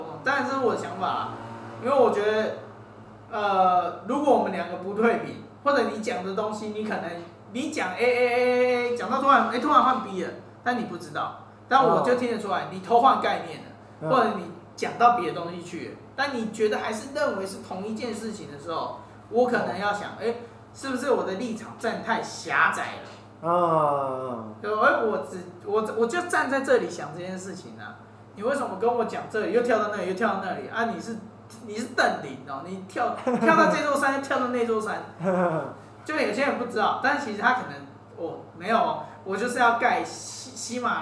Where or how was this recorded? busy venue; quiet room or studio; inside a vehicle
busy venue